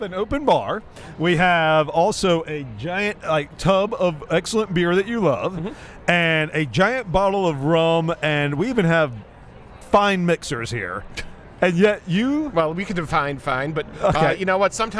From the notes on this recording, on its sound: interviews recorded during an outdoor cocktail reception at the Social Entrepreneurship conference hosted by the USC's Marshall School of Business